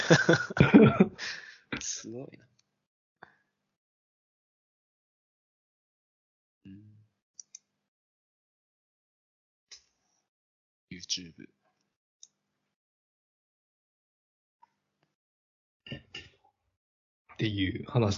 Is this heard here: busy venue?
no